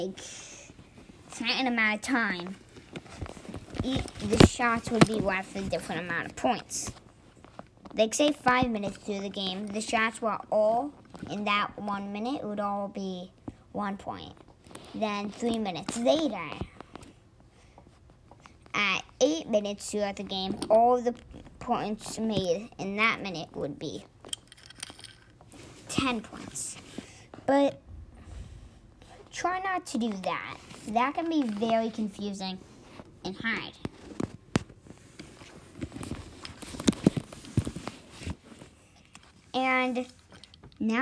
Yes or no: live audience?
no